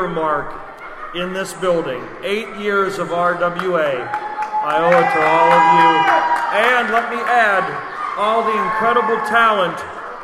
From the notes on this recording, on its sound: This is a special live episode recorded as fans filed in for RWA Open Season in West Newton, PA.